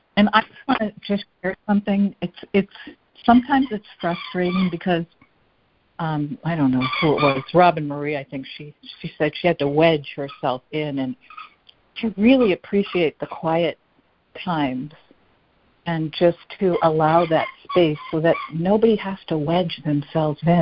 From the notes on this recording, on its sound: ACIM Daily Conference Call